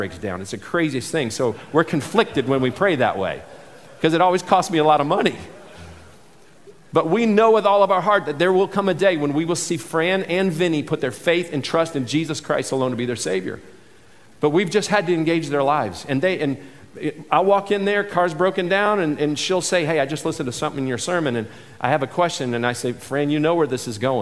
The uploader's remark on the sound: this selection from the 2019 MOVE conference